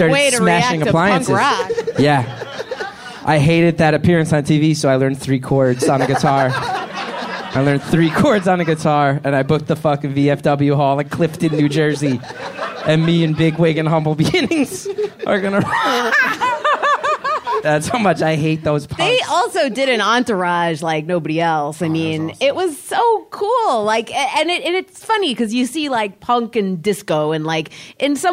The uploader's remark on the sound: This first episode was recorded live at UCBEAST as part of the CBGB Festival.